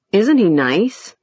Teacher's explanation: Low rise, a rising tone.